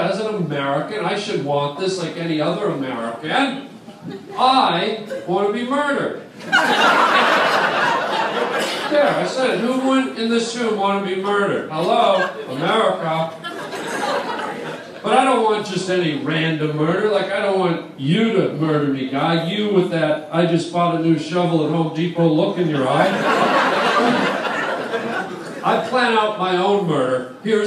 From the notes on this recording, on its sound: a live stand up performance at the world famous Comedy Store on the Sunset Strip